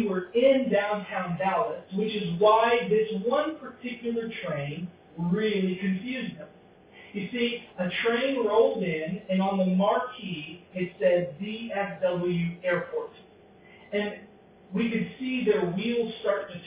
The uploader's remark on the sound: Because the audio quality is not as strong.